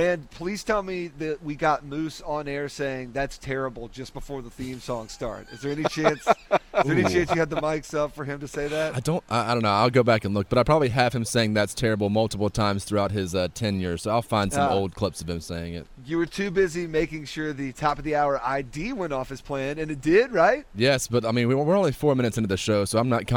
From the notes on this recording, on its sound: The guys are live from the Rex Hospital Open at Wakefield Plantation.